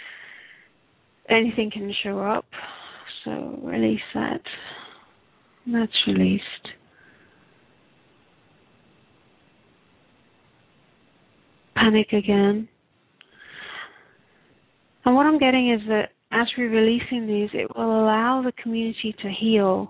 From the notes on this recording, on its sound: Takes your calls for healing live today!